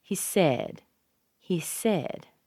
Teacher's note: In the next sentence, we actually add another tonal group because we have the word said. Said is a content word. Said is a verb. So it gives us a new stress. It gives us a new stress syllable.